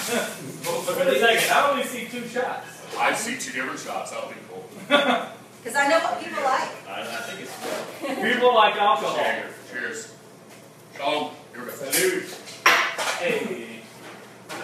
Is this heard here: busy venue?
yes